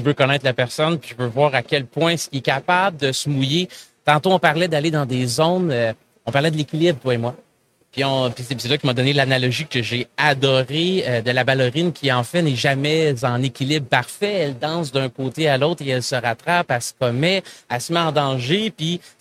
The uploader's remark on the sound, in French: En direct du Salon Industriel de Terrebonne.